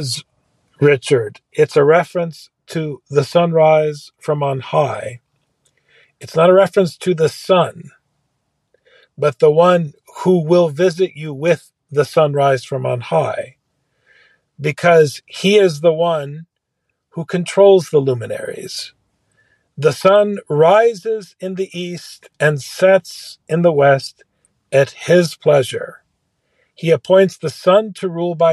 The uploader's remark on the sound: A cloud service provider outage, one co-host recovering from illness, and the other recording from a parked car somewhere with only two bars on a mobile device.